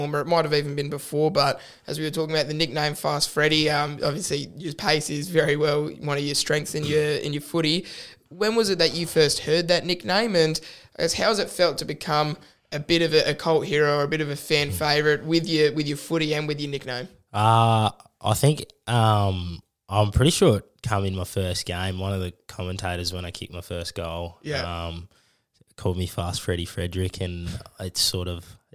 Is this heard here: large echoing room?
no